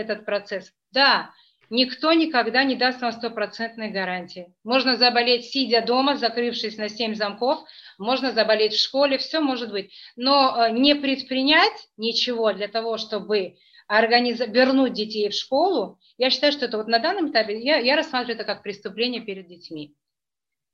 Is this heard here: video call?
yes